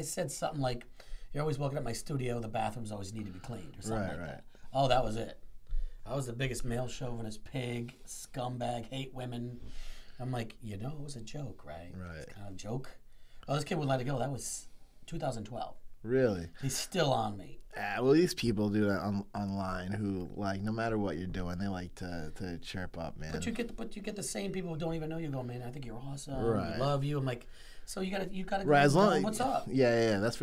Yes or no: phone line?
no